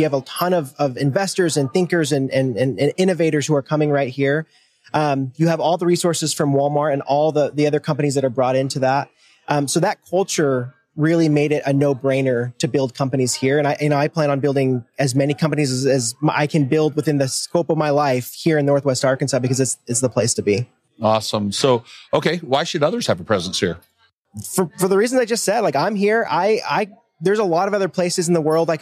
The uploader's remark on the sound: NWA Tech Summit Live. In its ninth year, the NWA Tech Summit came back with 1,700 registered attendees when it returned in-person to downtown Bentonville.